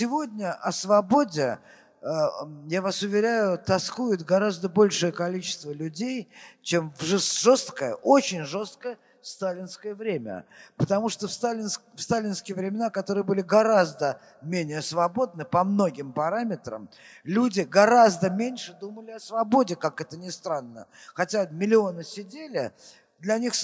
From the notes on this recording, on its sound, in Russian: Фестиваль «Слова и музыка Свободы». Общение с публикой, ответы на вопросы.